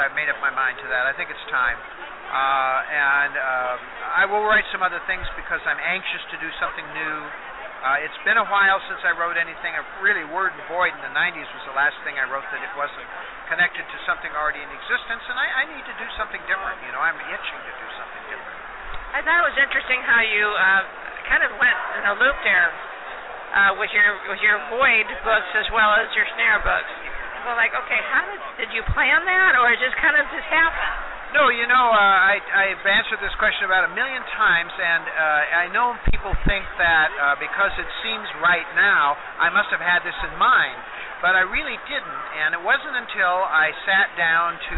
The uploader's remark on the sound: We talked LIVE from Phoenix ComiCon